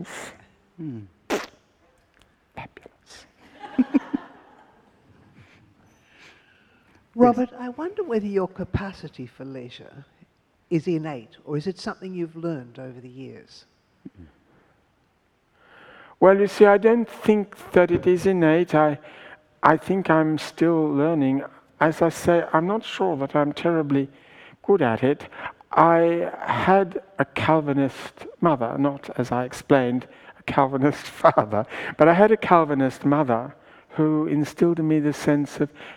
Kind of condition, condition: setting, live audience